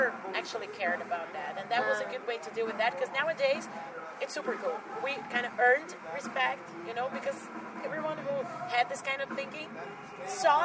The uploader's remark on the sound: Interview at Summerrock Festival Belgium